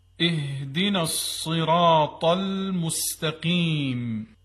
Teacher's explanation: در تلفظ ها تارهای صوتی خیلی به هم نزدیک میشن، هوا از میون تارهای صوتی رد میشه و با سایشی که پیدا میکنه در اون نقطه حرف هی دو چشم تلفظ میشه.